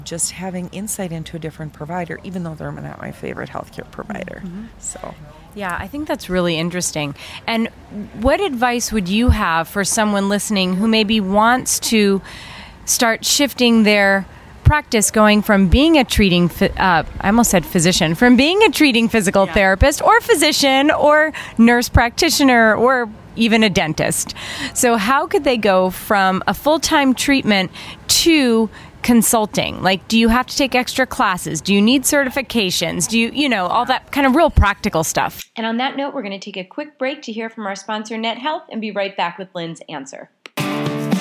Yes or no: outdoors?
yes